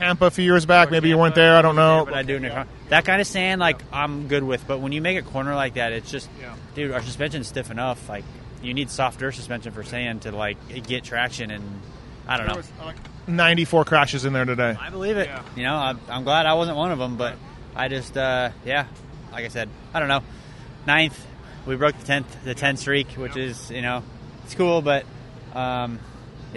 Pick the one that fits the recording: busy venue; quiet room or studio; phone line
busy venue